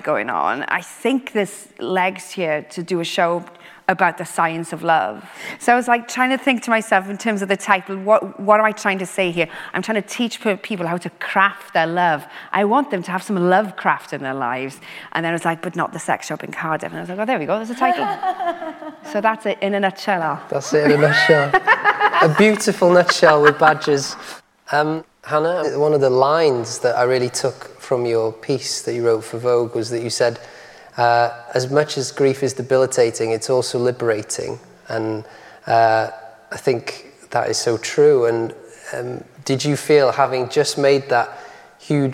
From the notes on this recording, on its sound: This is the first part of our conversation recorded live at St John's Church in Cardiff. In front of a live audience.